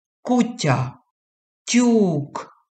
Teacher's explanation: suena como una T, pero no contra los dientes, sino el dorso al paladar · Term: la T y